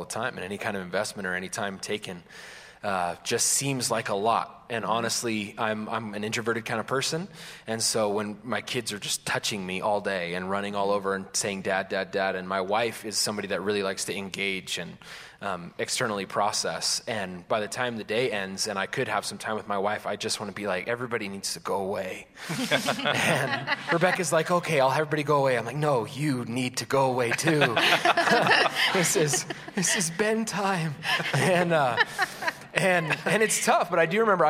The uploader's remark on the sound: Recorded Live. Live at Westside Church.